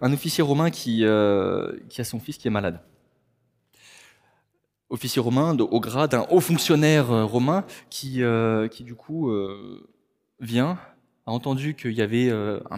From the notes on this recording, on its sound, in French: Enregistré à l'église CVV